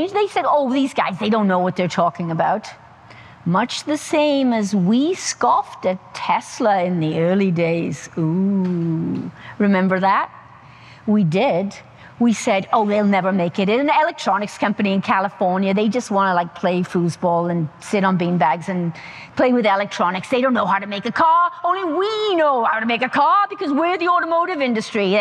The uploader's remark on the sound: The audio from the highly energetic and engaging speech at the Centre for Automotive Research conference. The audio from the highly energetic and engaging speech at the Centre for Automotive Research conference, Management Briefing Sessions In Traverse City, Michigan. The audio refers to slides in the presentation.